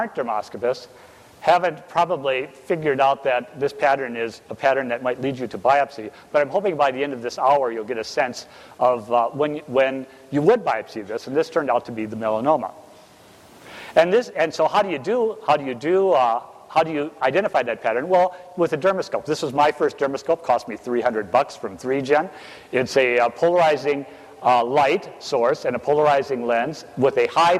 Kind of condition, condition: setting, live audience